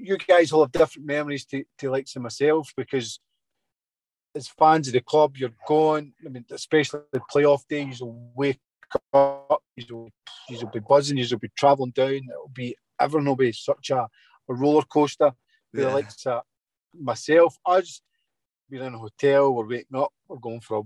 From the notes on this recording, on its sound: Got on Zoom.